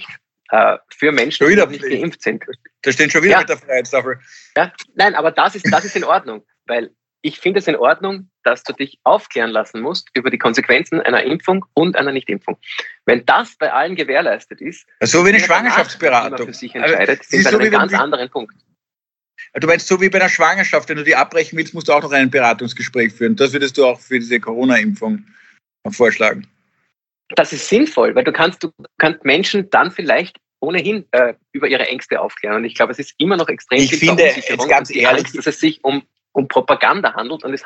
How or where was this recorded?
video call